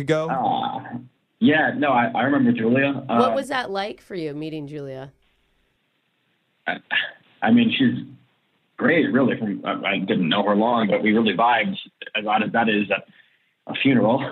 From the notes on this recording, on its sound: We have a listener on the phone today.